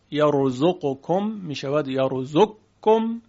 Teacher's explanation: در این شرایط قاف در کاف ادغام میشود یرزقکم میشود یرزقکم.